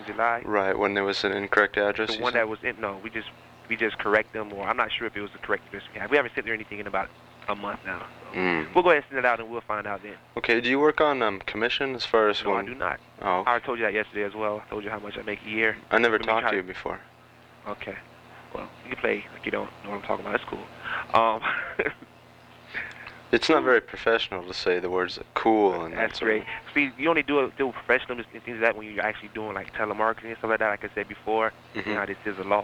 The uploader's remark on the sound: RBCP's Personal Prank Phone Calls Collection